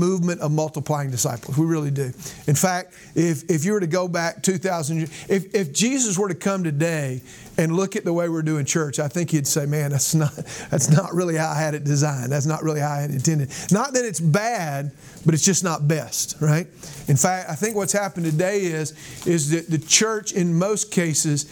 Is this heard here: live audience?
yes